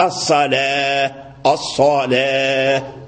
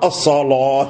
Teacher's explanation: ولكن ورش يفخم هذه اللام · Shown in: second take · يقول الصلاة يقرأ الصلاة. · Term: تفخيم اللام